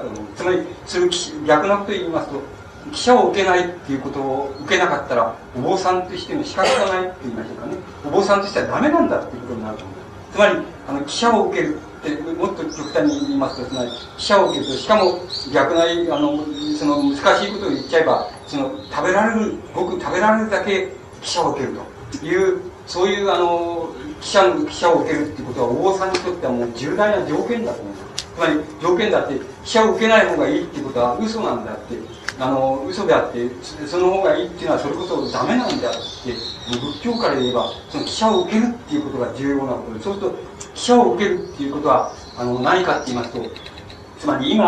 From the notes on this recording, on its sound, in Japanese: 音質：３。主催：武蔵野女子学院 場所：武蔵野女子学院・紅雲台大広間。武蔵野女子学院の 「日曜講演会」として、 畳敷きの大広間でおこなわれた。録音状態はあまりよくないが、 外でさえずる鳥の声も入っている。